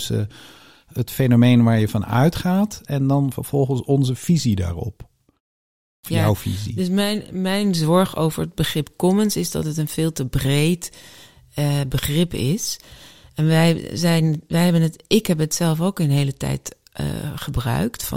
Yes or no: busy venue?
no